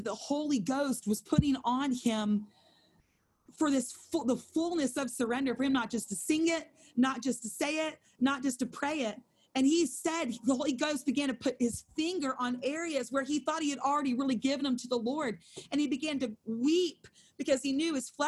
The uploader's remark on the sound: held over zoom